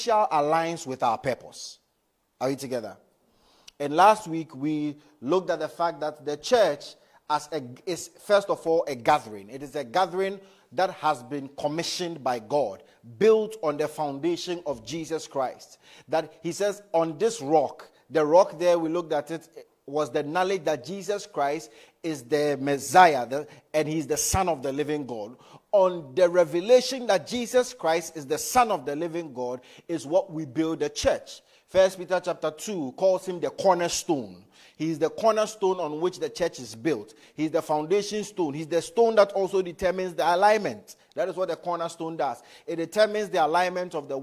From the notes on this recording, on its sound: Message preached at ICGC Rehoboth Temple - Toronto